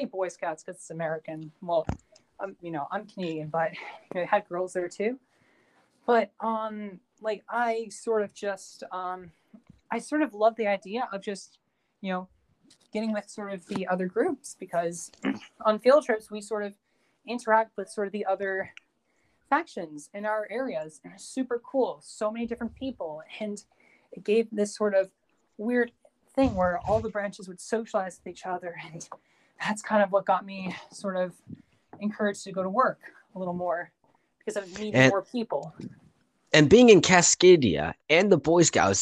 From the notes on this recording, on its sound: due to interruptions and some recordings not going all the way through this was the best I could get